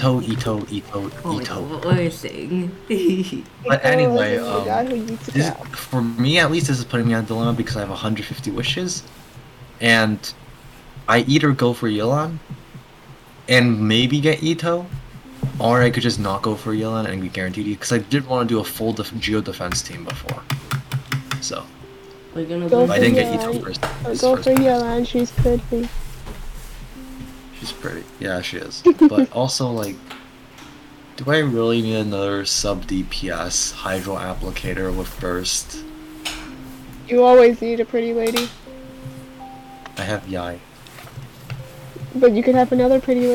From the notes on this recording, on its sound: Random sounds in the background. Nobody knows how to keep their family quiet, apparently.